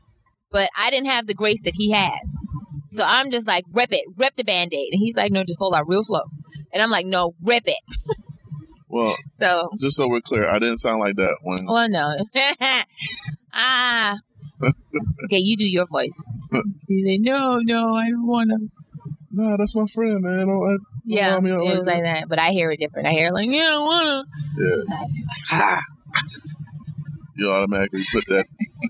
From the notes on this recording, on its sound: In the car through the rain going back to Atlanta.